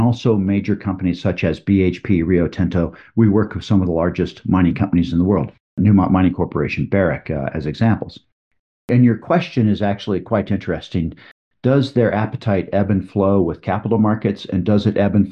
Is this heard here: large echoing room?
no